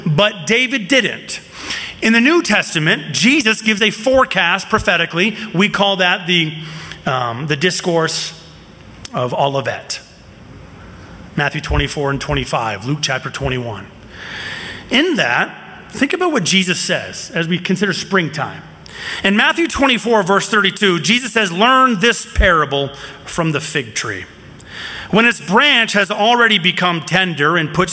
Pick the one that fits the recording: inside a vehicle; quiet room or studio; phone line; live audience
live audience